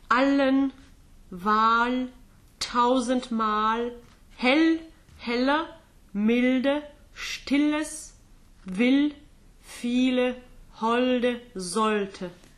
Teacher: So you can hear how far front that L is